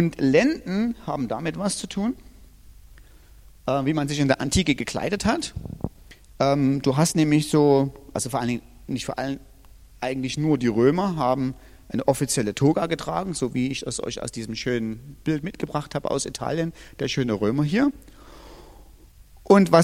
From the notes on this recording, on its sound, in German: Diese Predigt ist aus dem Gottesdienst.